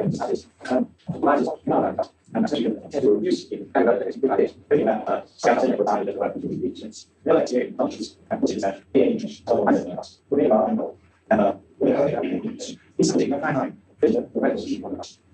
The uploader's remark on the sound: Original Youtube (low quality audio).